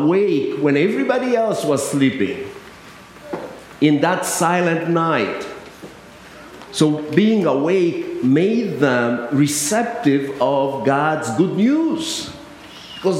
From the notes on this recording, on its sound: I delivered on December 23rd at both United Methodist Churches in Harris and Lake Park